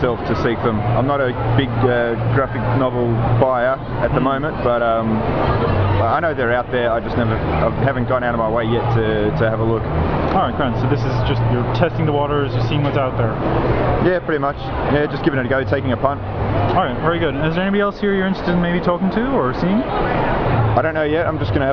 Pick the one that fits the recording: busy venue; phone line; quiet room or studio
busy venue